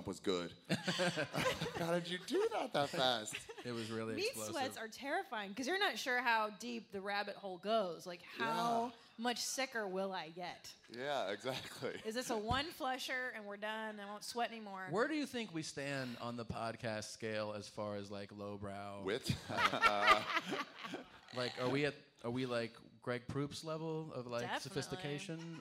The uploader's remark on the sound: The first ever LIVE Momcast could not have been more fun.